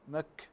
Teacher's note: الكاف هنا فيها همس وفيها كذلك شدة، فيها انحباس الصوت وفيها جريان للنفس، لكن هاتين الصفتين لا تكونان مع بعض.